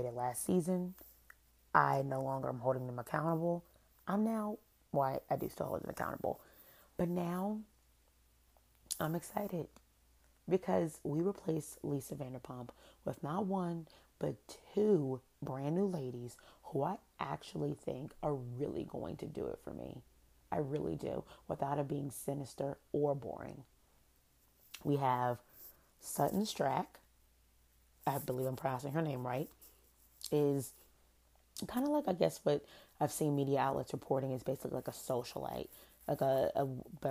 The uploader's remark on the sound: SOUND UP (sorry)! This was a spur of the moment episode. Sorry it’s low, I didnt expect to record.